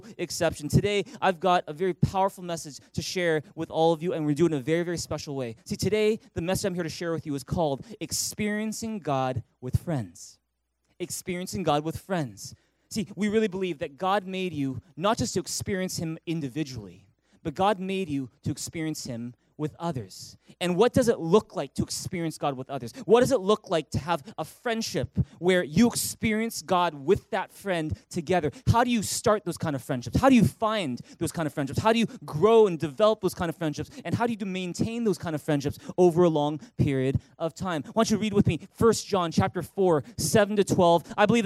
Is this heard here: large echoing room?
yes